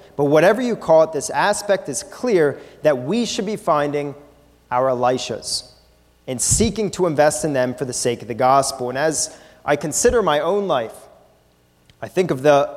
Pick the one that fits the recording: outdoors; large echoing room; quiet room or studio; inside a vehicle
large echoing room